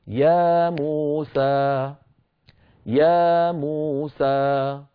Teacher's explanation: يا حركتين، مو حركتين، سا حركتين، مجموعهم 6 حركات